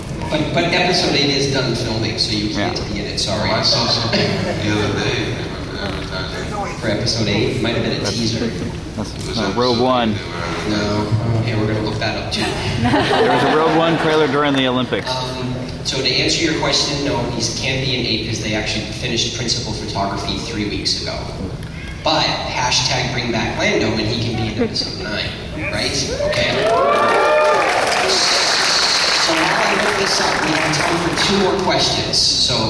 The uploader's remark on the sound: a Q and A panel from last years Kansas City Comic Con